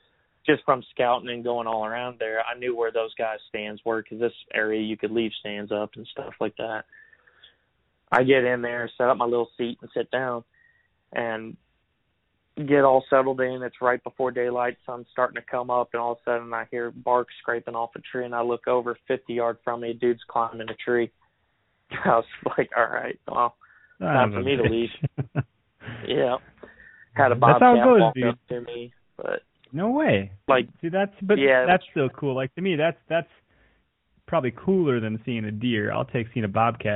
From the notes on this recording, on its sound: Our listeners called into the show. Take a couple calls about velvet buck sightings!